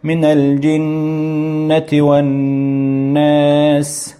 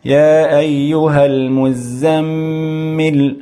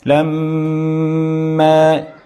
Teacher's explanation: في هذا البيت يقول الناظم: أيها القارئ للقرآن الكريم والمتعلم لأحكام التجويد، إن رأيت ميما ونونا وكان كل منهما مشددين فيجب عليك أن تغن الميم ثم النون، يجب عليك أن تغن الميم ثم النون، يعني أن تظهر غنة الميم والنون حال تشديدهما